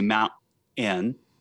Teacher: No, the glottal stop is a term that like when you say mount n. Break between mount and end, that's a glottal stop